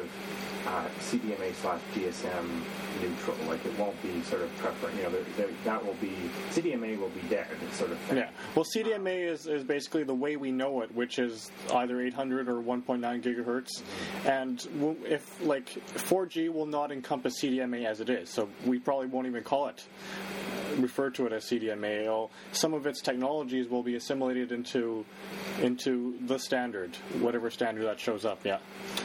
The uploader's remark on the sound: Despite the poor audio quality